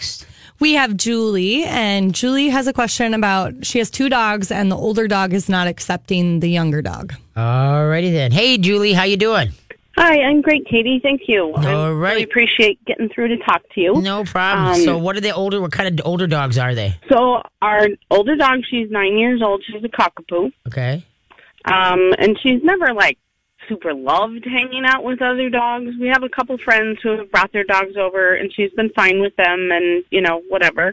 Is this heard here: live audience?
no